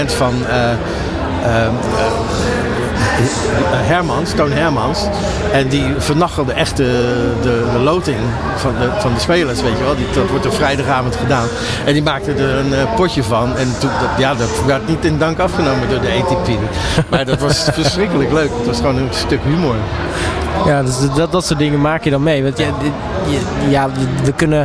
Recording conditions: busy venue